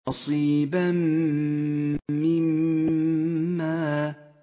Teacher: الميم الأولى هي ميم حكم الإدغام بغنة، والميم الثانية ميم مشددة بطبيعة الحال. تحتاج كل واحدة من هاتين الميمين إلا أن تغنى بمقدار حركة